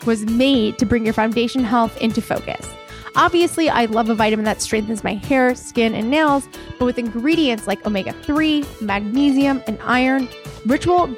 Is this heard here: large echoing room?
no